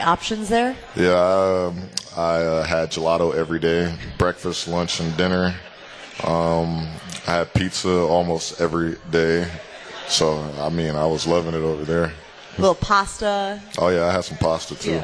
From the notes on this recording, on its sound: LIVE from MOTOR Bar & Restaurant